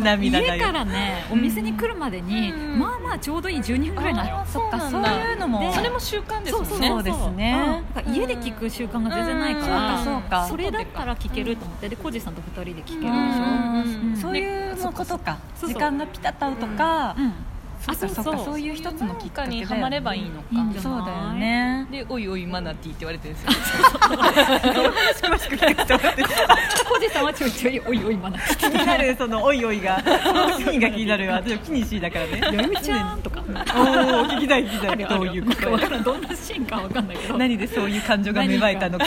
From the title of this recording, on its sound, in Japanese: 出張収録石フェス編